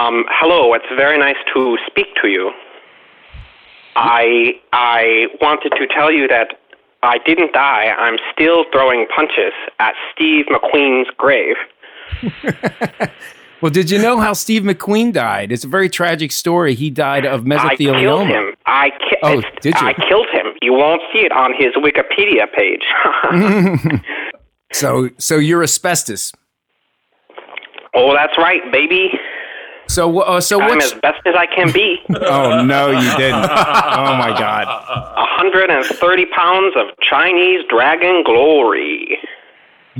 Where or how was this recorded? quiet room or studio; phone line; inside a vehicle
phone line